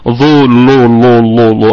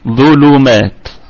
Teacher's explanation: نأتي باللام من مخرجها من طرف اللسان ولا نجعل اللسان من وسطه · Shown in: second take · يعني لا نأتي بها من وسط اللسان لأنها يعني جوهرة الضاء، فما قلتش ظلولولولو هكذا، لا لا رقق رقق وانزل خالص ظلومات. · Term: ترقيق اللام